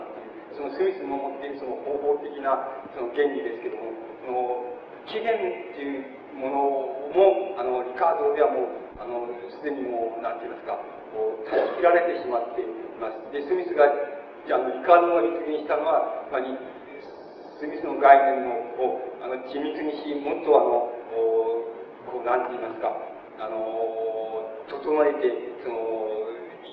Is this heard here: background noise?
yes